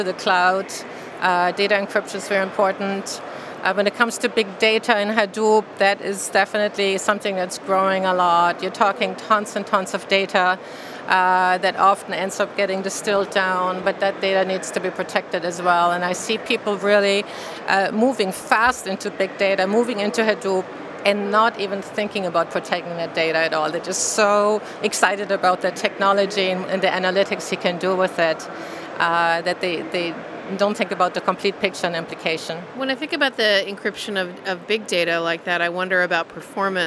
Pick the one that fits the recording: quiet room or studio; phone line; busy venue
busy venue